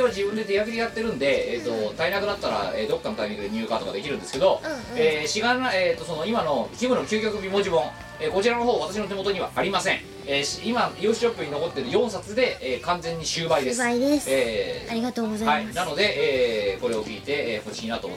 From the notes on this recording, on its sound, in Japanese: 収録時の機材トラブルか、全体的にノイズが乗っています。ある程度対処してはおりますが、トーク部分にかかったものは、ほぼそのままとなっております。